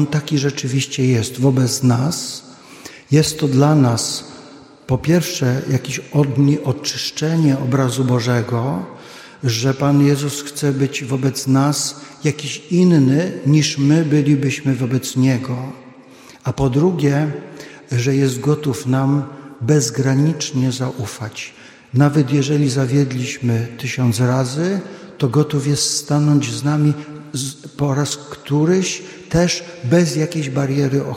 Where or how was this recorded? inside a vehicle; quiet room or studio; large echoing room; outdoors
large echoing room